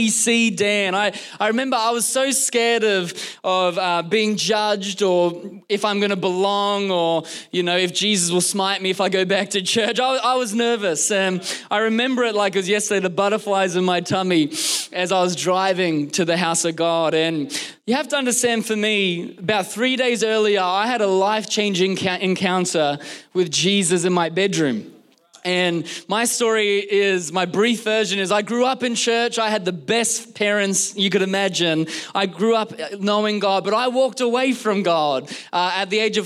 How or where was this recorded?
large echoing room